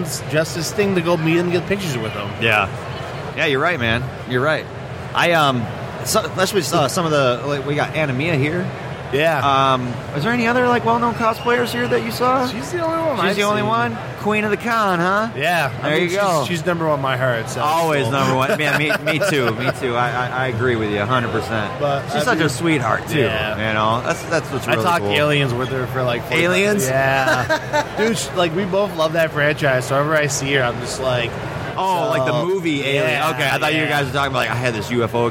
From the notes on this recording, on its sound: Live from Motor City Comic Con 2017